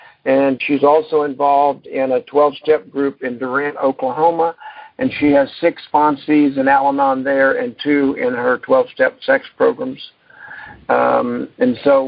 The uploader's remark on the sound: Monday Noon Phone Speakers Series.